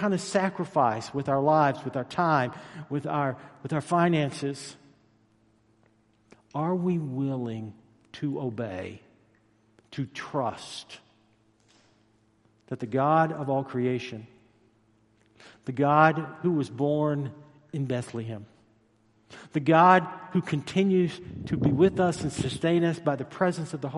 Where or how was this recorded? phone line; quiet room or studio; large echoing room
large echoing room